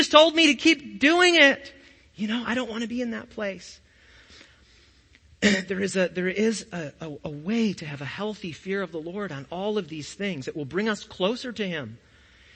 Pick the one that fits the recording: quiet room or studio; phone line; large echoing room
large echoing room